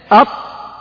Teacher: طرف اللسان مع أصول الثنايا العليا، ويخرج منه الطاء والتاء والدال.